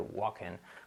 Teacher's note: So, recordad, no se dice walking, se quita la L simplemente y se dice walking